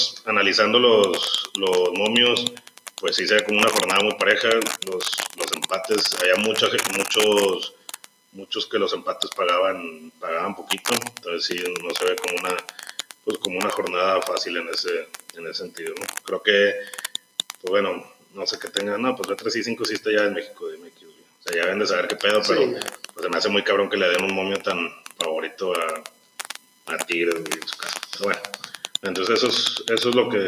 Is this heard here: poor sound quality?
yes